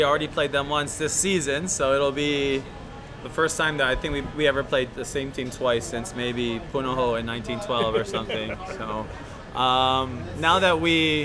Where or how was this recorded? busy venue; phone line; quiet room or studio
busy venue